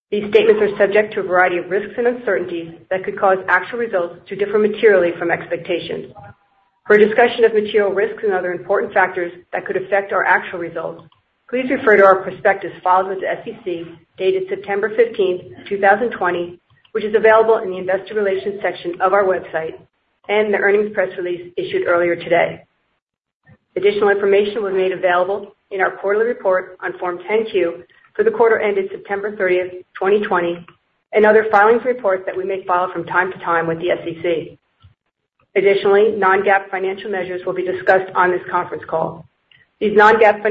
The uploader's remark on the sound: Earnings Conference Call